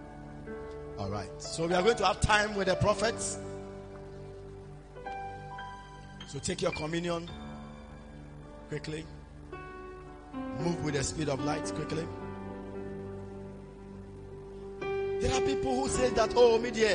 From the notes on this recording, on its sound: Preached during the Spiritual encounter service